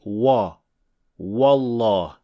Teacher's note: The third mistake is pronouncing waw as a heavy letter, especially when it is followed by a heavy letter